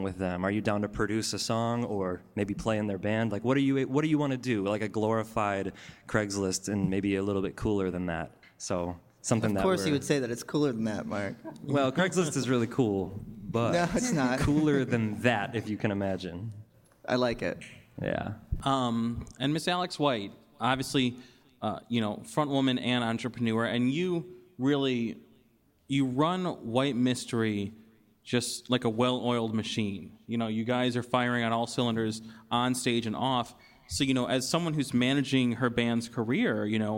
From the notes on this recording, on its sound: In a live podcast panel recorded in September at Rockit Bar & Grill